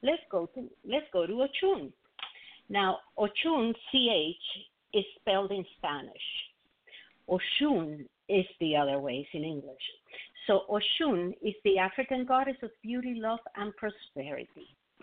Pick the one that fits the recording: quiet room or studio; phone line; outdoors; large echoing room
phone line